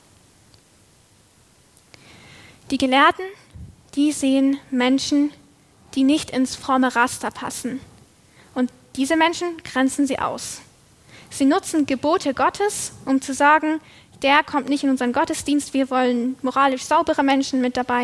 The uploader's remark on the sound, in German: Predigt aus der LKG Rostock.